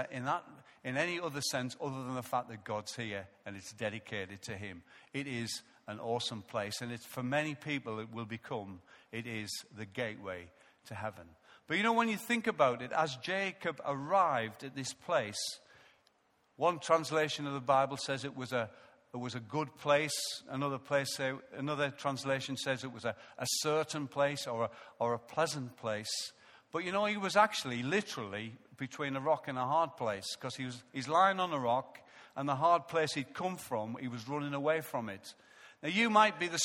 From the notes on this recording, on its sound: Recorded live at Life Church on Sunday 23rd November 2014